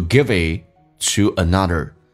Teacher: give it 连音，而且 give it 的 T 不发音，后面是以辅音开头，这叫略音。